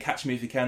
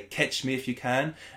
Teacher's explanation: You know, we've got people from the Eastern, from the European bloc who say things like where an ah sound goes to an eh sound · Shown in: second take · So instead of saying catch me if you can, they say catch me if you can.